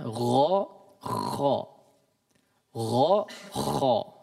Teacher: Sama, mereka dikeluarkan dari tenggorokan bagian atas.